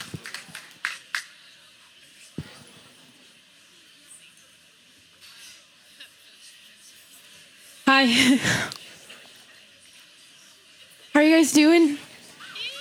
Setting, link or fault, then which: setting, busy venue